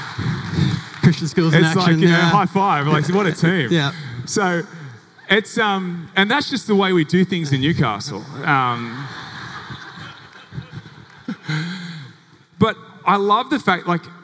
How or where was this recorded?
live audience